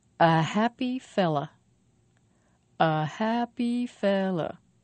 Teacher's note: Five syllables. Stress on fell.